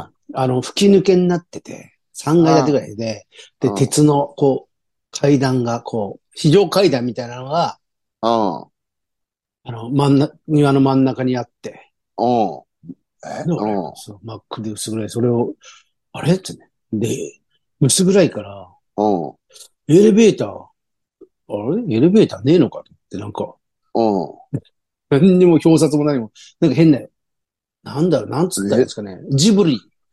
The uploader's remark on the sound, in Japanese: ZOOMで収録